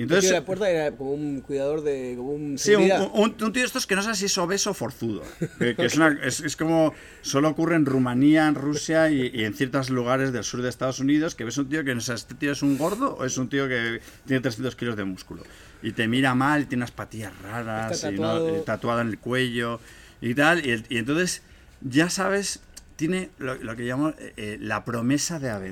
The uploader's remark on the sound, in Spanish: Recreando el ambiente de aquel mundo lejano bebieron y comieron, por supuesto guardando las distancias y al aire libre (disculpen el sonido).